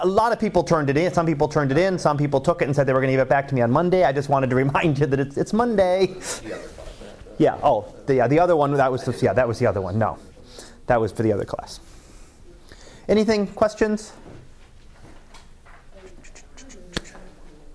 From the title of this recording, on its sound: Live Class Lecture